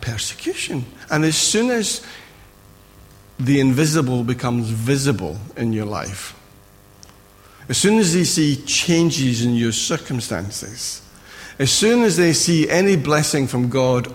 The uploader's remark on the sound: Recorded at freedomcentre church, Preston on Sunday 2nd April 2017